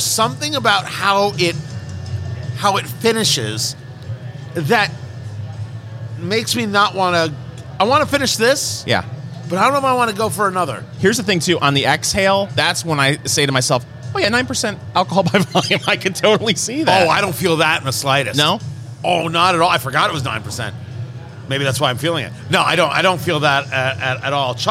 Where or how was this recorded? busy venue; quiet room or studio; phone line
busy venue